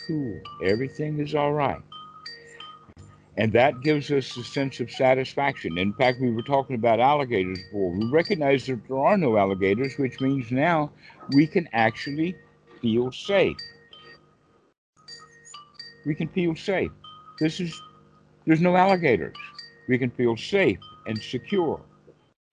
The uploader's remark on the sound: skype calls